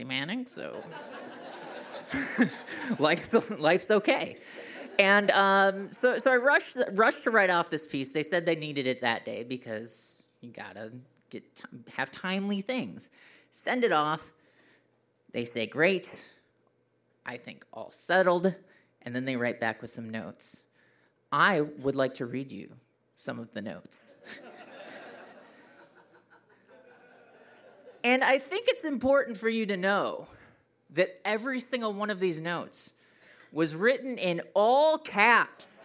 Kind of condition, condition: setting, live audience